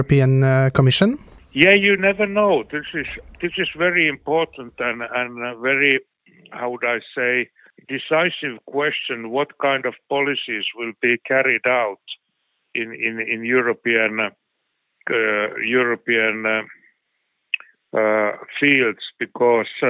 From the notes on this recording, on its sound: The interview was conducted. Via phone.